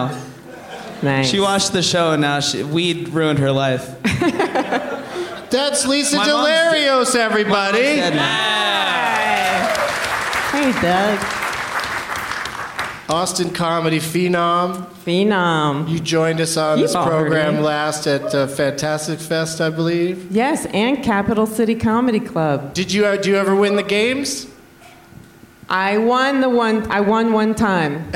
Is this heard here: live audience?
yes